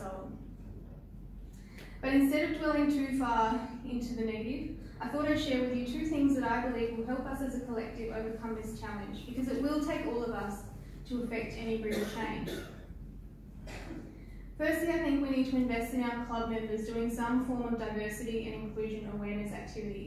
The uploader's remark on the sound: at the 2019 Rotary District 9500 Conference.